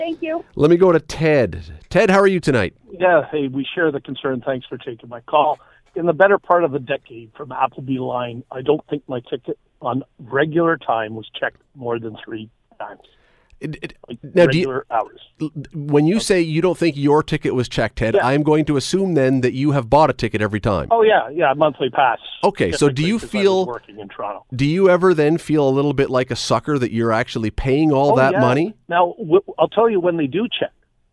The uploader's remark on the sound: Opens the phones to find out what other riders have seen.